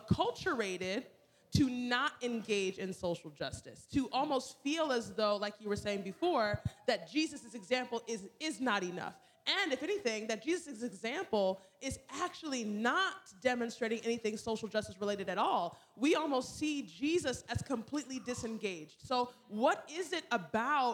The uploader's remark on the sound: a presentation by a panel of experts at the 2022 NAD Ministerial CALLED Convention